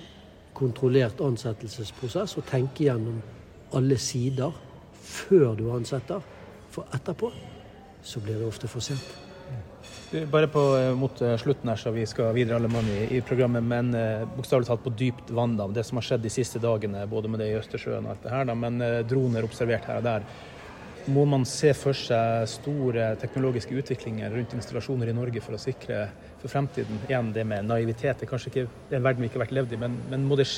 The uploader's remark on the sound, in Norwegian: Vi beklager for lydbildet fra en veldig livlig stortingskantine, med en tidvis overivrig støvsuger i tillegg. Som inviterte oss inn på Stortinget for første dag av konferansen.